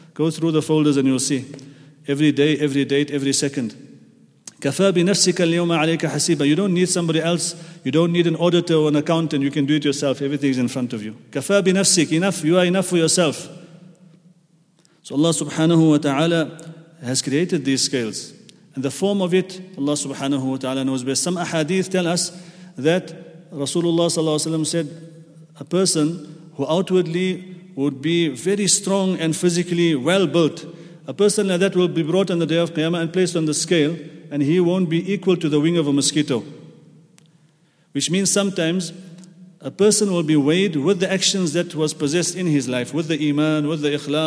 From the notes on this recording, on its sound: at the Houghton Masjid (West Street)